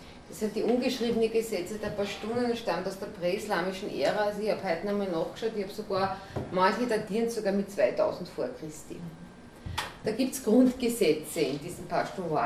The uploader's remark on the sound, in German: Workshop mit Journalistin und Kriegsreporterin. Sie sprach im Rahmen der Green Lecture Reihe der Grünen Bildungswerkstatt OÖ.